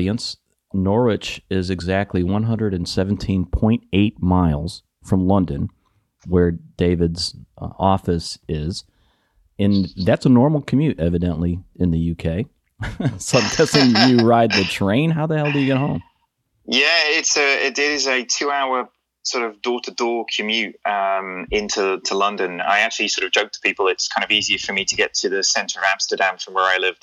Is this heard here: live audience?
no